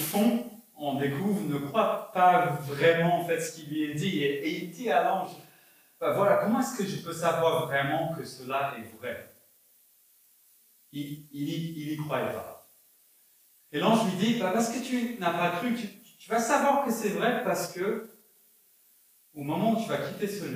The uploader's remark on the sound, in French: Enregistré à l'église CVV, le 12/12/2021